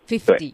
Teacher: 然后几十呢，就会把那个小特呢，浊化成的，就是 d